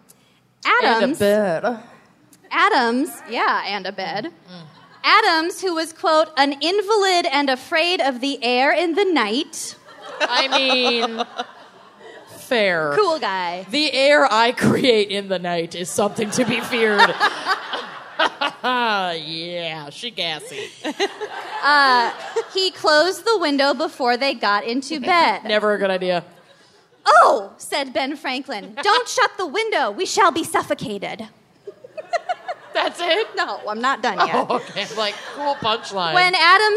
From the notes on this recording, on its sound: Philadelphia LIVE. Live from Philadelphia.